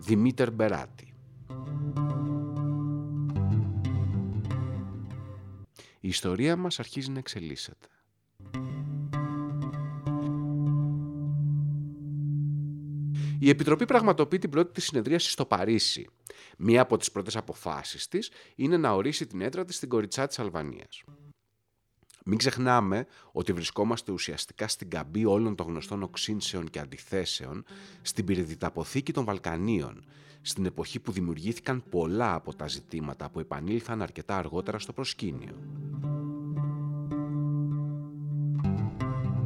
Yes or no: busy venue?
no